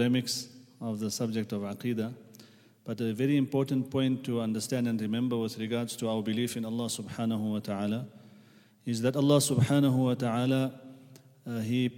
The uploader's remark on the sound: at the Houghton Masjid (West Street)